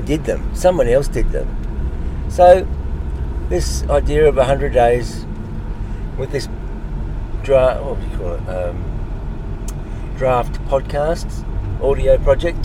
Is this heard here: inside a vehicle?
yes